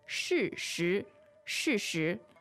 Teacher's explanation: So fourth tone, second tone, they're both SHI.